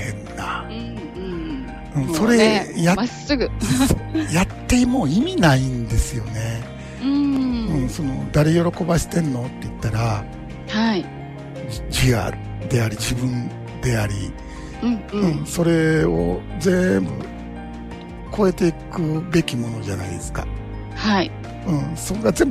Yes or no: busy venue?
no